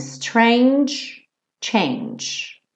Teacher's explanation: Termina com esse som tch, tch, porque a gente não continua pro E